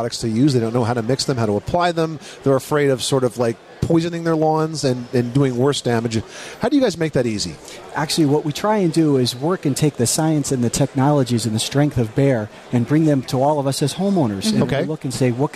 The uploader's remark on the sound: Live from the National Hardware Show